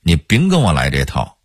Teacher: 不这个字儿，昌平话的发音是丙的二声阳平